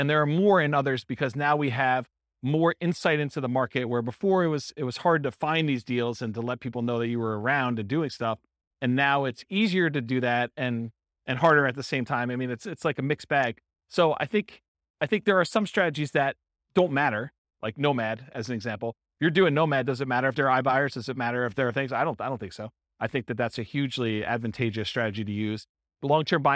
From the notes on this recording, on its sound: This was a live class recorded